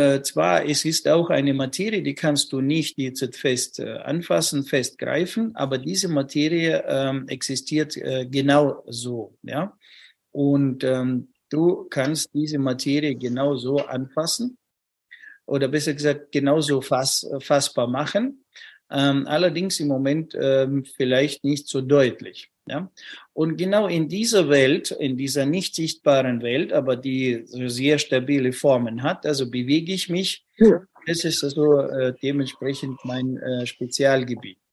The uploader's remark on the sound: Live Webinar